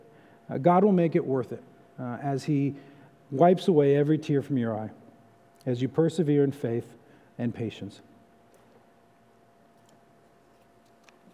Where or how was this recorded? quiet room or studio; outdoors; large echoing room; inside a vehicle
large echoing room